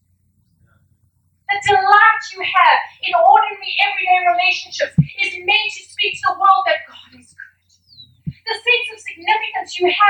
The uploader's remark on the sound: We apologise for the poor audio quality.